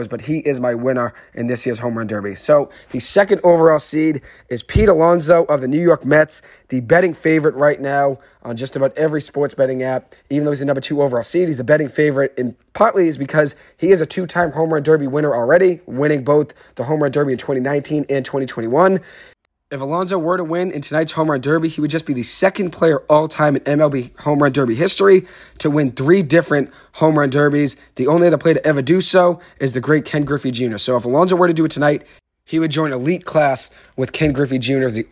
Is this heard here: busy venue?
no